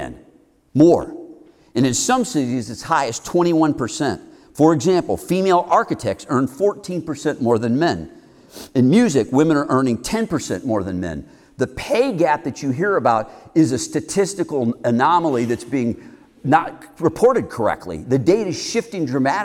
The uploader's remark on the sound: Heart of a Man is a men's community based our Carmel, IN. Which he gave at a recent men's conference.